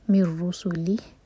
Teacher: ادغام بغیر غنہ کا میم را سے سیدھا کنیکٹ ہو جائے گا مر رسلی رکیں گے تو ہا ساکن کی آواز کلیئر آئے.